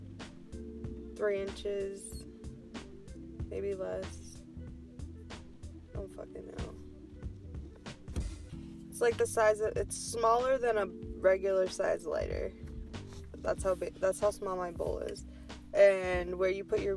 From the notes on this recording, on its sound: Smokin a bowl in my car.